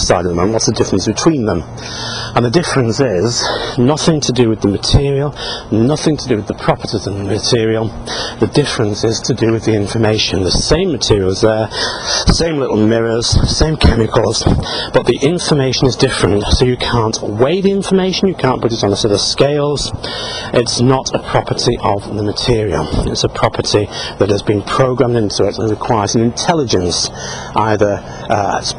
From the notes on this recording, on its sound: While out walking his dog, Fraser.